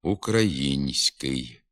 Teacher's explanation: У ньому за допомогою м'якого знака показується пом'якшена вимова тільки звука «с», а м'якшення звука «н» не позначається, хоч він вимовляється також пом'якшено